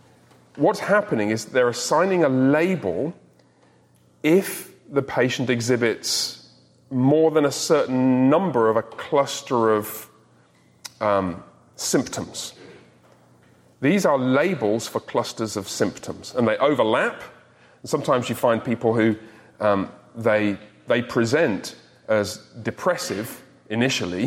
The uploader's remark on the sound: In this recording of the recent Men’s Discipleship Breakfast